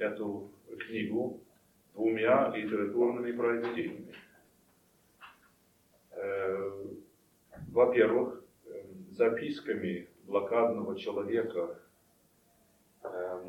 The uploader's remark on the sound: Delivered at the University of Kansas. As part of the Russian Writers in Residence program.